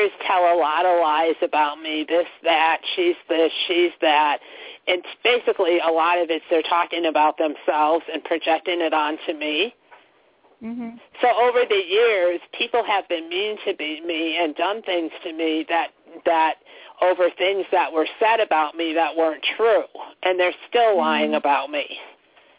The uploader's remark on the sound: Takes your calls for healing live today!